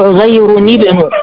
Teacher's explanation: التقى ساكنين فحرك حفص الاول بالكسر · Term: بكسر التنوين